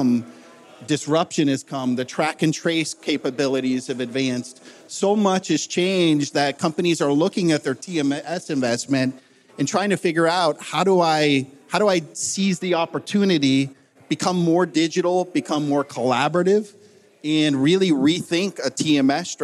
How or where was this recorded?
live audience